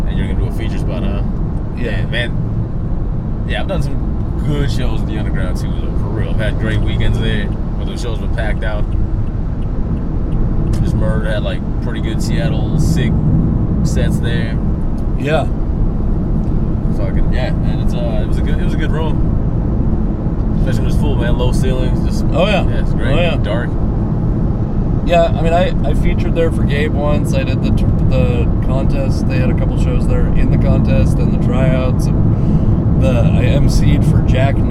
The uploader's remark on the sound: This conversation takes place on a drive down to Washougal, Washington